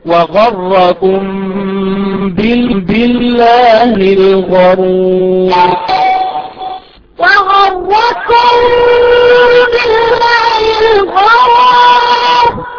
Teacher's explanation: الغنة في الميم الساكنة المخفية اخفاءً شفويا